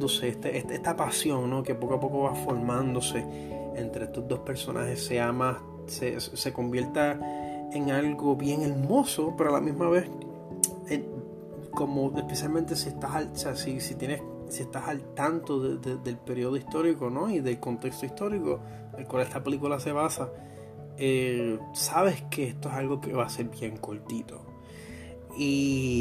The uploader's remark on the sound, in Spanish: Este es el primer episodio grabado directo desde el mobil utilizando todas las herramientas de edición de la aplicación Anchor.